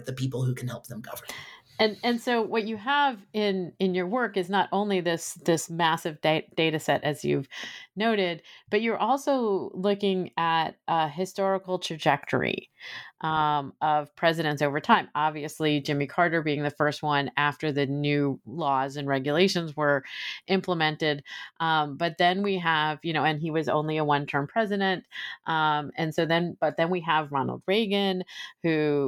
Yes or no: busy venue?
no